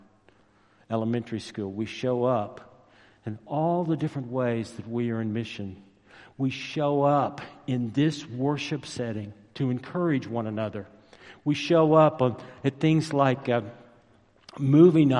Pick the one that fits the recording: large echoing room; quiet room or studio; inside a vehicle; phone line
large echoing room